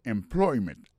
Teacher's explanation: Accent tombé sous deuxième syllabe là. · Term: accent tonique